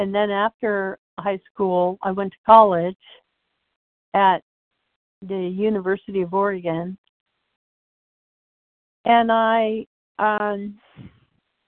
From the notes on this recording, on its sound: 100 Pounders Phone Meeting